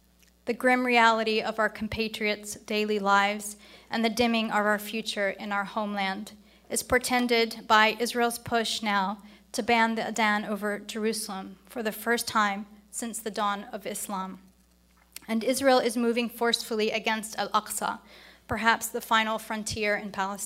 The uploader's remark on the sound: is from the 2019 IsraelLobbyCon at the National Press Club